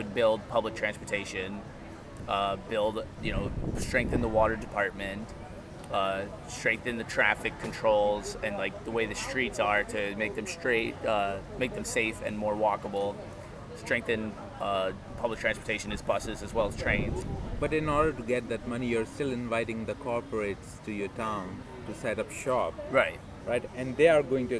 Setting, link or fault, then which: fault, wind noise